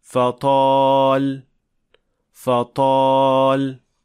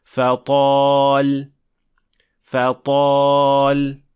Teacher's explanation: So the back of the tongue has to be raised enough to produce the full heavy sound of the ta. · Shown in: second take